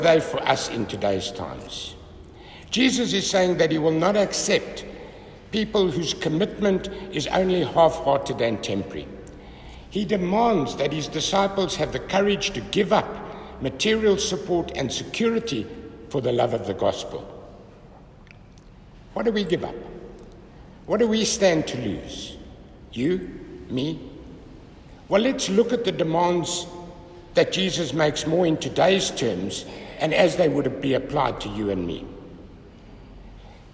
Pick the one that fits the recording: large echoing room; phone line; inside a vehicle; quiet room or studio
large echoing room